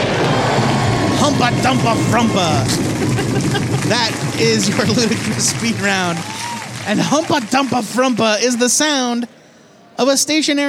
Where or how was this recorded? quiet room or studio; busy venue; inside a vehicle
busy venue